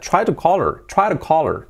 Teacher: Podemos omitir esa H. · Term: la H omitida